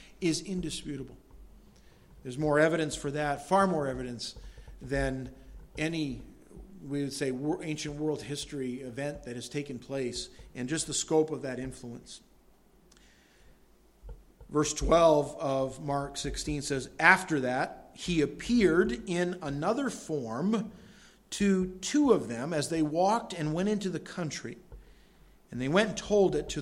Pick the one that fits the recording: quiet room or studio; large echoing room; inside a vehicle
large echoing room